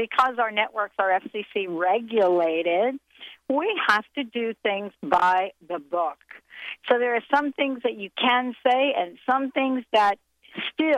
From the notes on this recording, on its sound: the live call in segment featured in this show